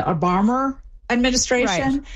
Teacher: in accents where you drop an R, the rule is you only drop it when it occurs before a consonant, but not before another vowel. And so that rule gets over applied to cases where it's possible there could have been an R, even though there actually wasn't. · Term: The linking R